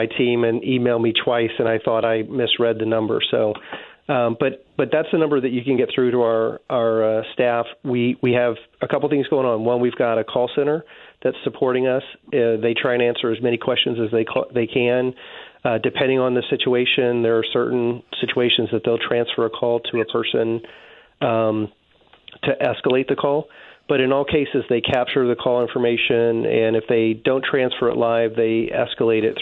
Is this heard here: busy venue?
no